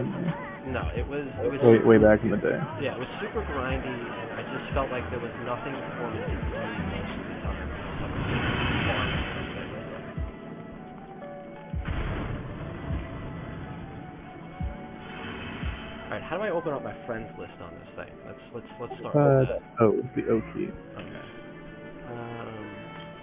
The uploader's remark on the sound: This episode we talk all things MMO's while playing FFXIV. We are working on the audio issues from this episode, but it starts to level out later on.